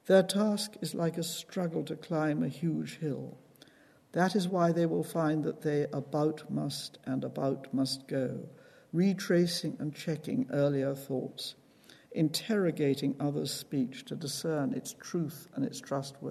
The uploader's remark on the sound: This lecture is part of the University's Gifford Lecture series. At the University of Edinburgh's Playfair Library Hall.